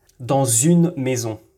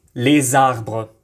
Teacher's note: Se a palavra terminar em S e se houver é uma palavra que inicia com vogal após a primeira palavra, o som S torna-se Z · Term: liaison